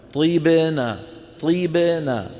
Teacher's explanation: طي مكسورة الطاء، ب الباء مقلقلة، نا مفتوحة النون، طيبنا طيبنا، ترهنا يعني المهم ما نقول طيبنا ولا نقول طيبنا، ترهن الباء لا تتأثر لا بالكسرة قبلها ولا بالفتحة بعدها.